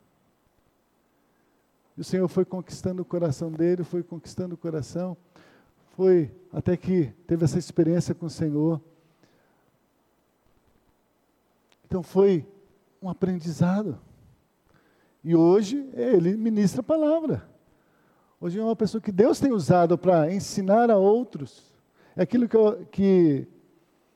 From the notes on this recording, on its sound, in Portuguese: Culto matutino, Escola bíblica dominical gravada em 08-03-2020 na Igreja Evangélica Batista em Campo Grande-MS.